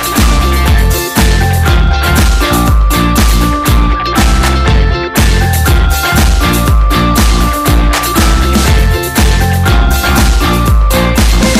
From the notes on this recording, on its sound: Apologies in advance for the audio inconsistencies.